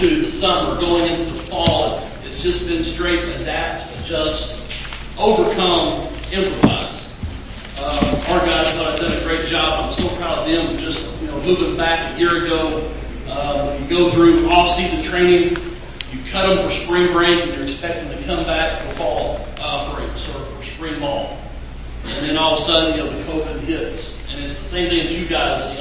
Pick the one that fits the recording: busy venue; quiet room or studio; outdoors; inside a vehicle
busy venue